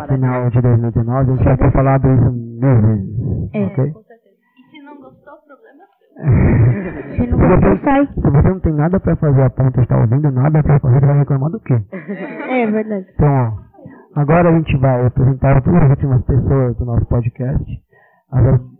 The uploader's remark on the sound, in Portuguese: City Jaraguá, São Paulo, SP. Episódio piloto, ainda com alguns problemas na captação de áudio, onde apresentamos quem somos. Na EMEF Dr.